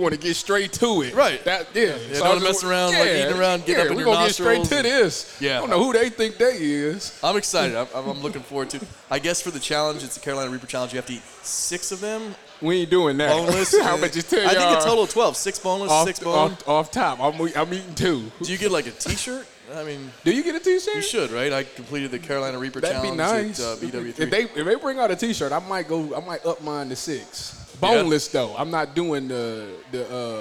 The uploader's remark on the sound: another live Friday night recording from Buffalo Wild Wings, the official sports bar of Eleven Warriors